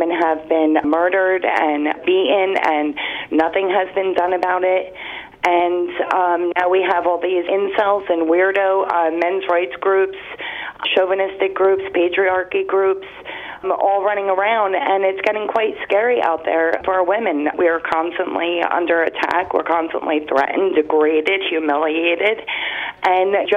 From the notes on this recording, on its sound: takes listeners' phone questions